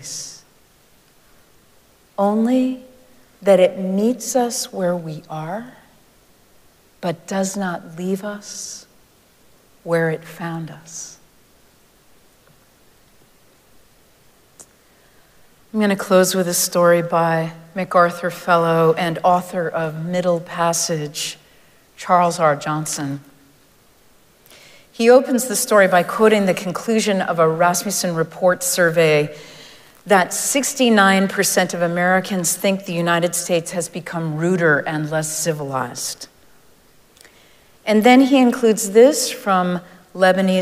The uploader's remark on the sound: Recorded live at Arlington Street Church.